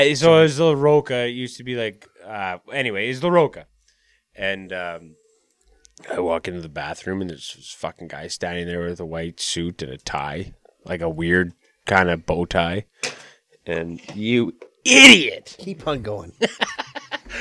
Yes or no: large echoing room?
no